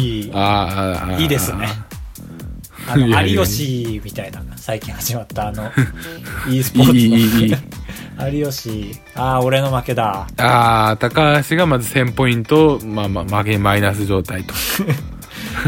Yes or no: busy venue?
no